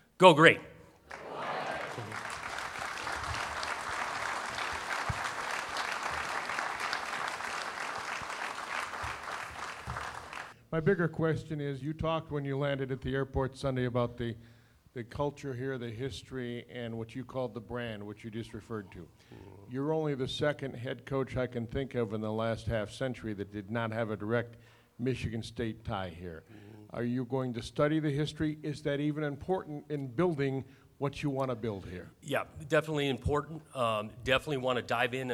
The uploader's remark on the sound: introduced at a press conference on campus on November 28